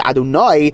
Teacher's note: Milara means that the emphasis is on the last syllable, as opposed to mil-el, where the emphasis is on one of the earlier syllables.